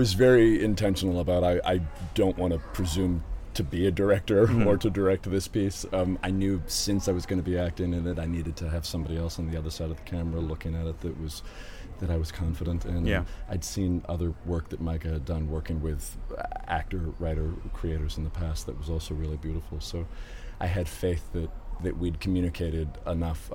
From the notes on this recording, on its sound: We are live, on-location at the TCL Chinese Theatre for the 19th annual Oscar Qualifying HollyShorts Film Festival , as the official podcast partner.